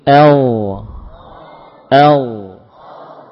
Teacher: L tentang suara, ya, tentu mengalir karena dia huruf rokhawah.